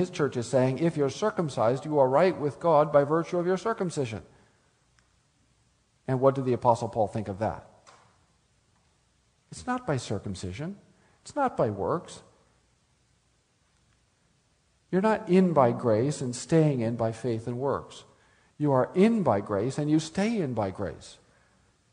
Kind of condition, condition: setting, live audience